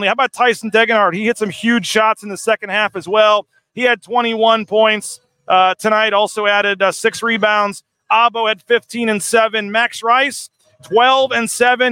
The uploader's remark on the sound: Postgame Show. LIVE in San Jose with live interviews.